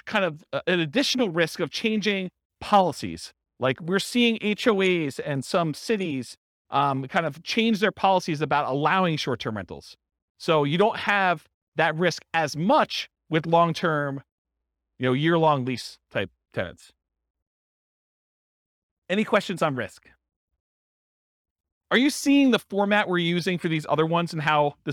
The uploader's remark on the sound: This was a live class recorded